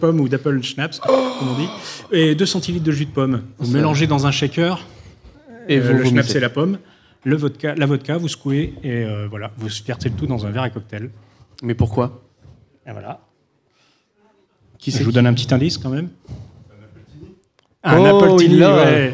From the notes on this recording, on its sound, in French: A PodRennes 2017. Enregistré en live à PodRennes!